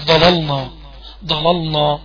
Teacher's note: والضاد هي الوحيدة المفخمة في الكلمة، حرف الضاد هو المفخم